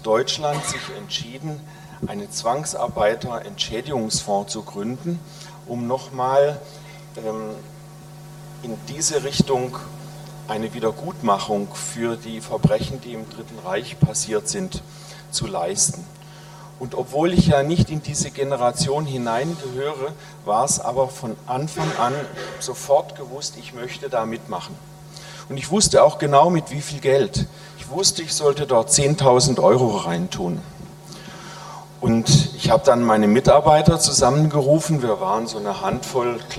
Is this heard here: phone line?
no